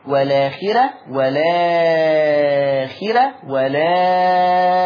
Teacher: والآخرة والآخرة فيها النقل مع ثلاثة البدل